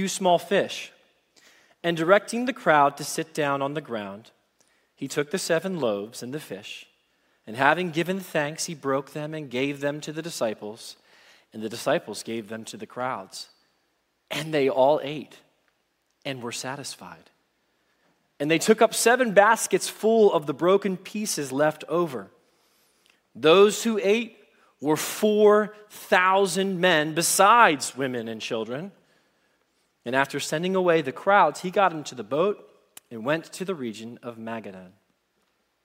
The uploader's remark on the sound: Message Preached at Valley Creek Church